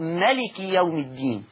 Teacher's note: على سبيل المثال في سورة الفاتحة يقول الله تبارك وتعالى مالك يوم الدين، بالألف المادية، مش حفص بيقول كده، بيقول بالألف المادية مالك يوم الدين. ورش هيقراها ازاي؟ هيقرأ بحذف الألف، يقرأ مالك يوم الدين. ده اسمه فرش، وده أول فرش في القرآن، مالك يوم الدين في الفاتحة، ده اسمه فرش.